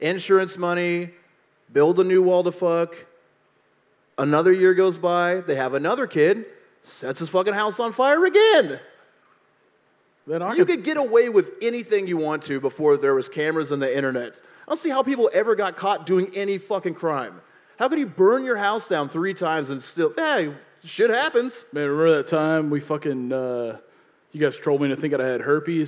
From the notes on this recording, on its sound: This live episode from deep in the heart of Texas.